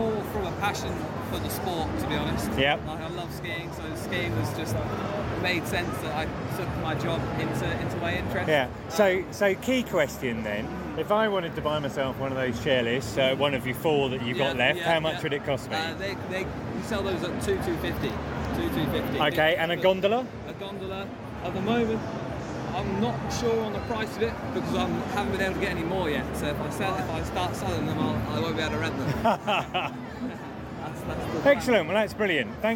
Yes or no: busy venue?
yes